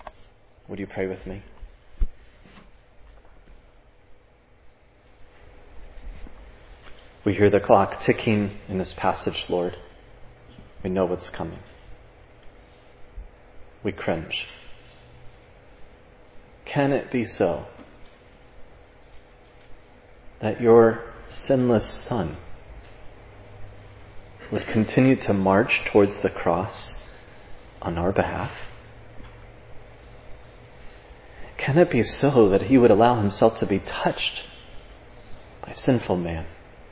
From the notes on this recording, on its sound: was preached at Providence Church